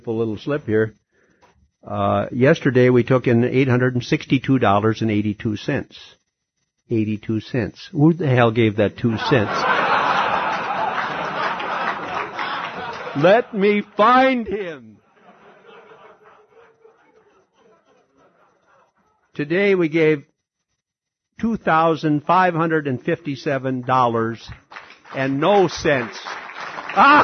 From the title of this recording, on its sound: SA/SANON Unity Conference in Orange County CA 1995